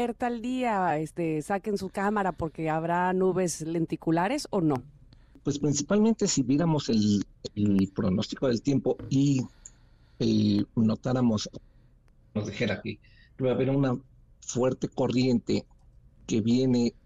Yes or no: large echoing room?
no